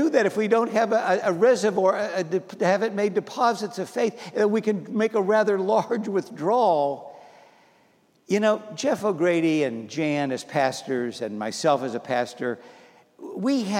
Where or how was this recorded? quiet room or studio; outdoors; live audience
live audience